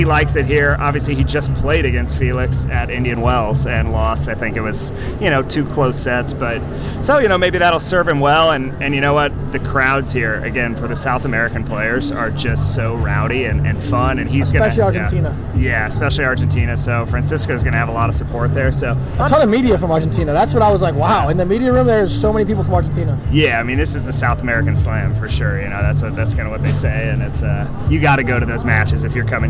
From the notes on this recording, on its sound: Despite the background noise in the confines of the Hard Rock Stadium, really enjoyed these two conversations!